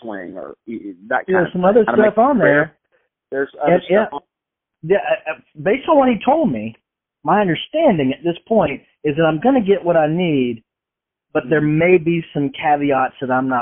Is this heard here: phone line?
yes